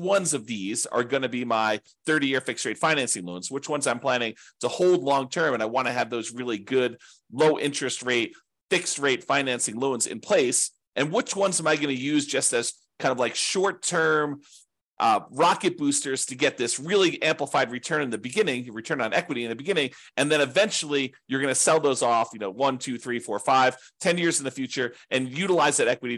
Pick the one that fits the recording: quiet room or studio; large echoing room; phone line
quiet room or studio